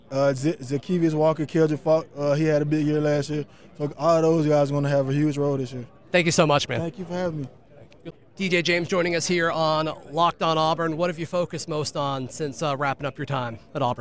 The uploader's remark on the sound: Recorded live from the Senior Bowl.